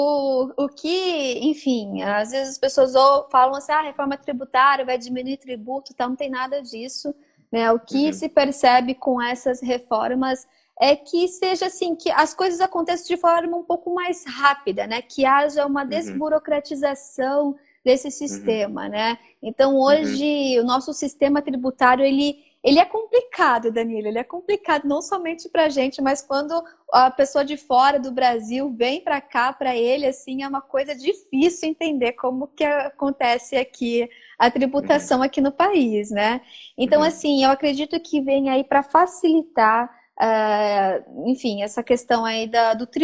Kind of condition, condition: link, video call